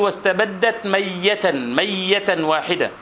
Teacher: كما أن الذي لثغته بالياء إذا أراد أن يقول واستبدت مرة واحدة يقول واستبدت مية